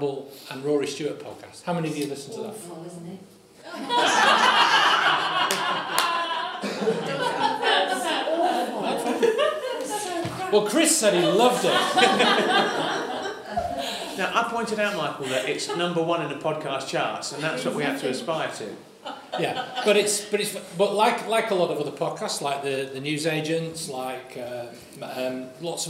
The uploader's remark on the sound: Held their first live event at The People’s Powerhouse, which is committed to creating a better and more equal North.